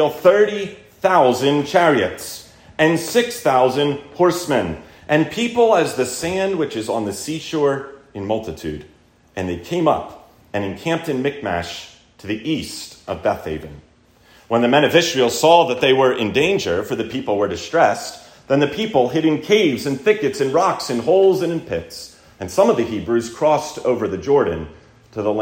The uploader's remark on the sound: Recorded at Landis OPC.